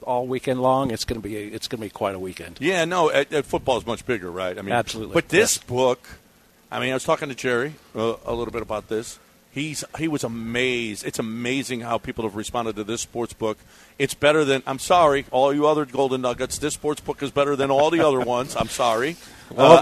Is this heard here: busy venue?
yes